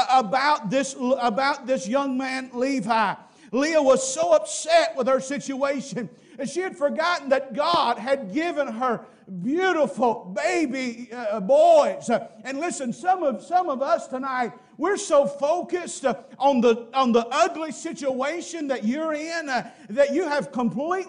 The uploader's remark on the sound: Preached at Parkview Baptist, Waco Tx.